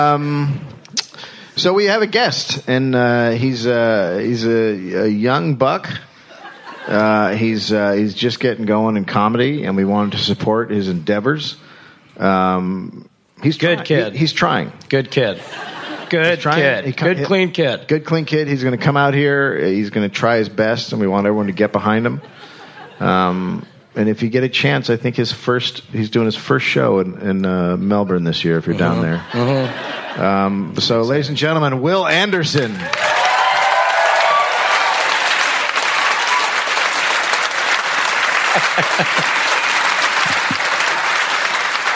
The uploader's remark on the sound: Live in SF